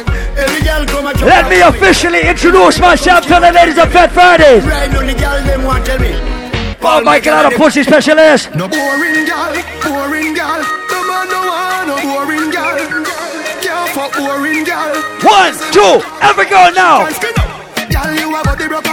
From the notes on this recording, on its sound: LIVE PARTY AUDIO